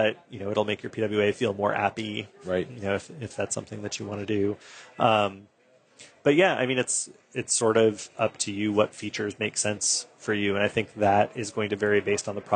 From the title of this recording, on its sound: Live at Microsoft Ignite